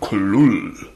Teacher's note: The first syllable is pronounced gutturally and very thickly.